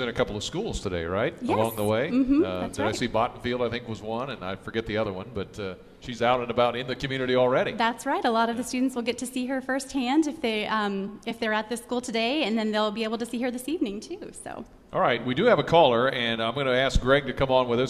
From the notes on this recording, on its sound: Live at The Champaign Public Library this morning for National Library Week. Live at The Champaign Public Library this morning for National Library Week.